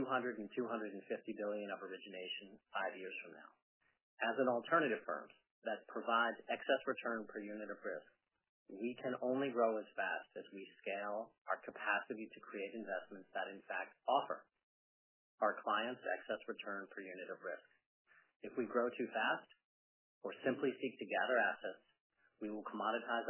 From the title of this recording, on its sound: Earnings Conference Call